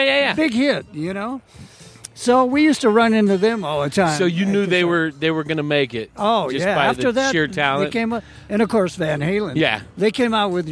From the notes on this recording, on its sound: Recorded on the patio at Marks Beer Garden in Prescott.